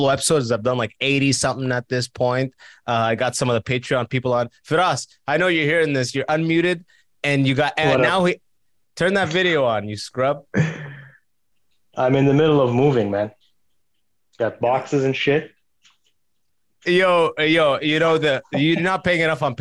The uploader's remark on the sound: We got on Zoom to chat with some listeners